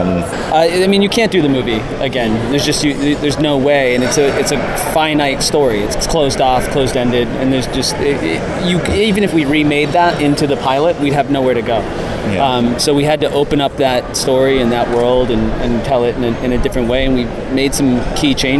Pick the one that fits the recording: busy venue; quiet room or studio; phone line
busy venue